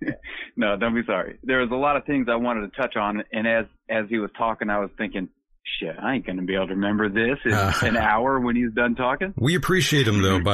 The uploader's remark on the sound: Listener Phone Calls